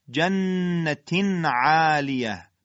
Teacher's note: تنوین به حرف عین رسیده، بله اظهار میشه جنت عالیه، پس مکس نمی کنیم.